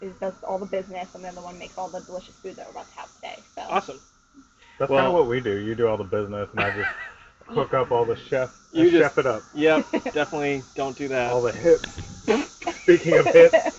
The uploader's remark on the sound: We had an amazing time recording at Beltway Brewing Company this weekend. Enjoy listening to the cicada chorus and us dodging the little monsters while we recorded.